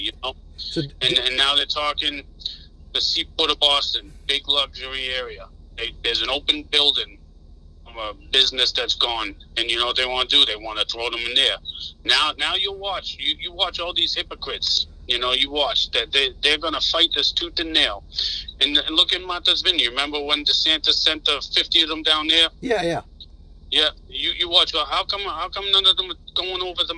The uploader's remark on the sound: we bring back the emails and phone messages